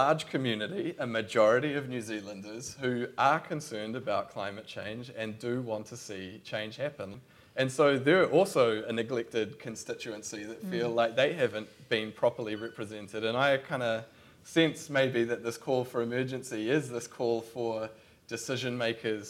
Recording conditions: busy venue